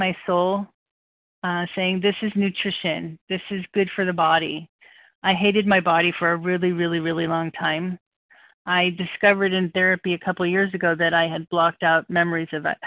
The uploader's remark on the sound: from the 100 Pounders Phone Meeting, 5/2/23